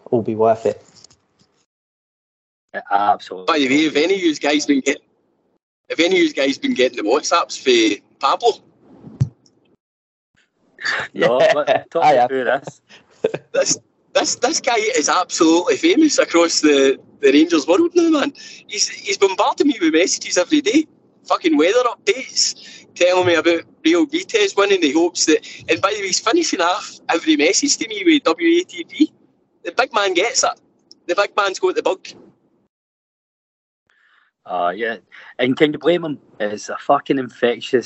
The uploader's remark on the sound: Stuck in the office. Joins from the car on the way to Leeds. Sunning himself in Portugal!